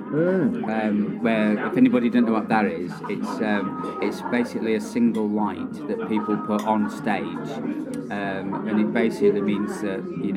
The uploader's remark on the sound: Live from the PUB!